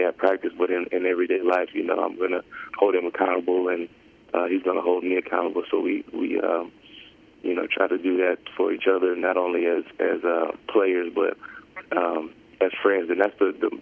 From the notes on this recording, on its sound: Addressed Reporters During a Monday Conference Call